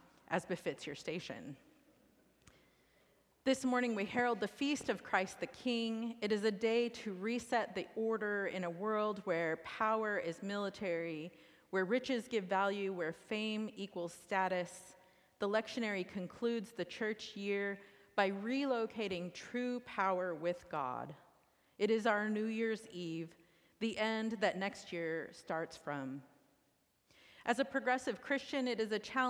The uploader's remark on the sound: recorded live at the 10:00am service on Sunday, November 26, 2023.